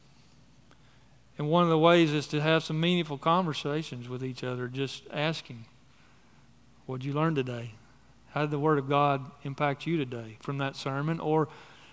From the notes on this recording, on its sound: on the morning of July 9, 2023, at Chaffee Crossing Baptist Church in Barling, AR.